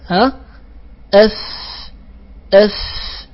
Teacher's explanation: عند الفاء نضع أصول الثنايا العليا، أصول الثنايا العليا في بطن الشفة السفلى، لا يمكن أن تنزل هذه الأصول إلا عمودية لأنها ثابتة. · Term: مخرج الفاء